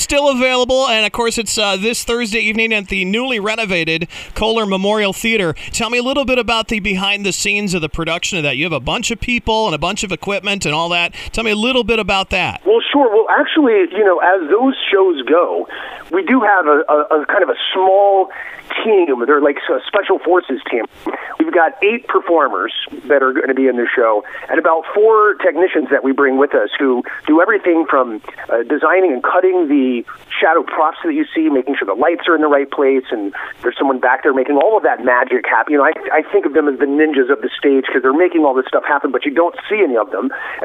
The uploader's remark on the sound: called in to chat about the show on The Point Morning Show.